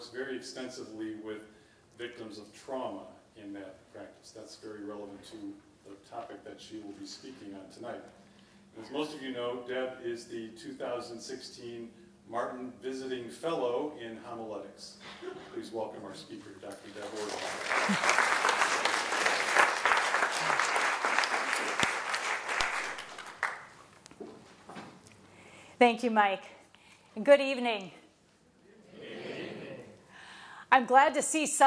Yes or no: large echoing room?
yes